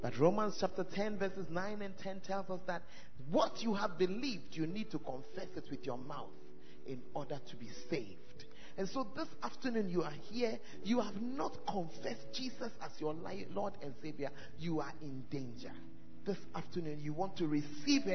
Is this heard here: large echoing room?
yes